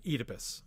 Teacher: In England, they pronounce the O-E vowel in Greek as a long E. Oedipus is how most English people will say that name.